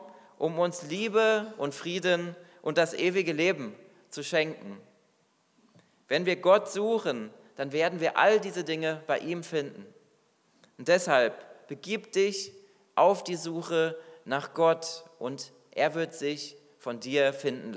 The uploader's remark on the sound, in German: Predigt aus dem Weihnachtsgottesdienst